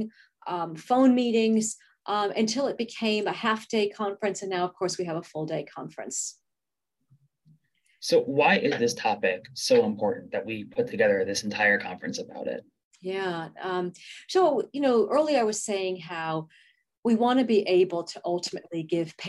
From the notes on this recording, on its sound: In this 9 minute webinar